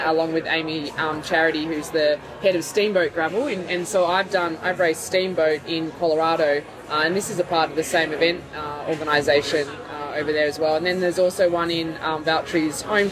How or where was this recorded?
busy venue